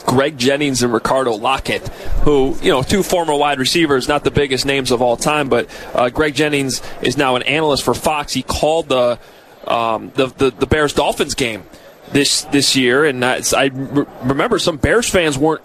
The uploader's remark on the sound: Live From Radio Row